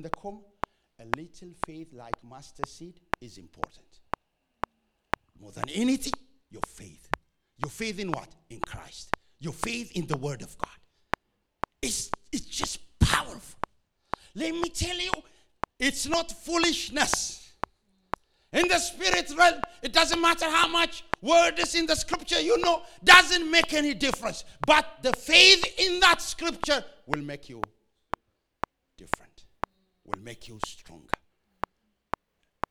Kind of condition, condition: setting, large echoing room